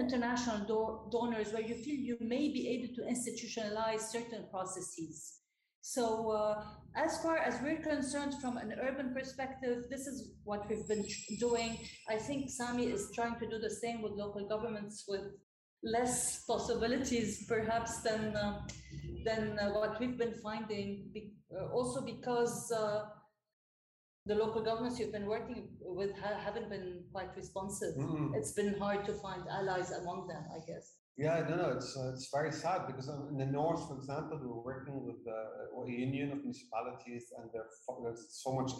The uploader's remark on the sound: We apologize for the lowered sound quality in this episode.